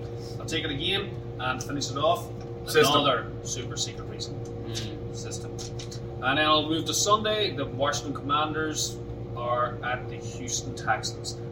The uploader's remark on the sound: bar "Archie Grand"